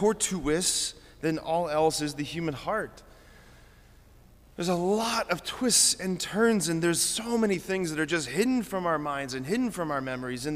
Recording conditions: large echoing room